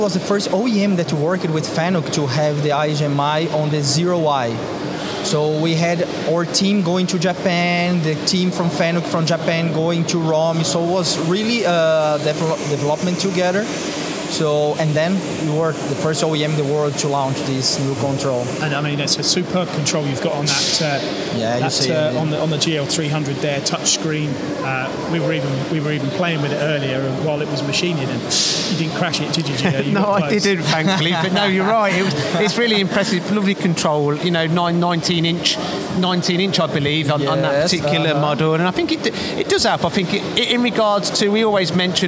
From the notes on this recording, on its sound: Recorded from the recent ROMI open house